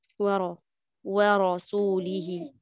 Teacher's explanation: أظهر التمايز بين رقة الواو وتفخيم الراء